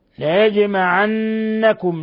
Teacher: ليجمعنكم الجيم ساكنة فتقلقل. ليجمعنكم نون مشددة تغن مقدار حركتين ثم ميم ساكنة جاء بعدها الهمزة إظهار شفوي.